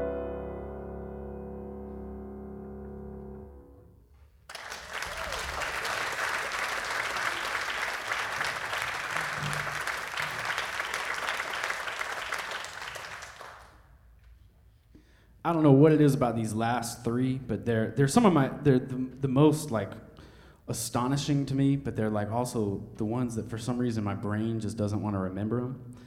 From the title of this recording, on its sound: Savannah Music Festival LIVE